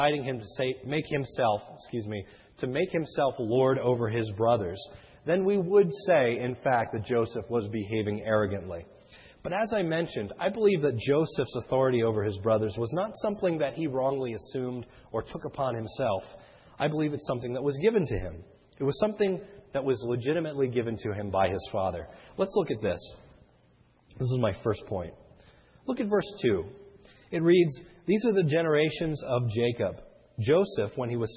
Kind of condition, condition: setting, large echoing room